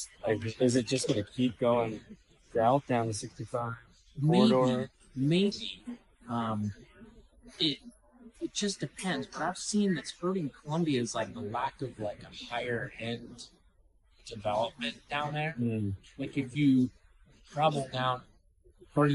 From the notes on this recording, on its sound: We tried something new today and recorded at Honest Coffee in Franklin. The audio is a bit quiet so turn up the dial a little for this one.